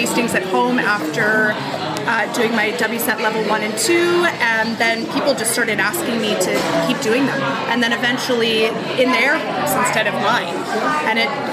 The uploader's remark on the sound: Unfortunately, our recording location at the Beanery Café in Summerland was a little on the noisy side so the audio quality is a little less than stellar for this podcast.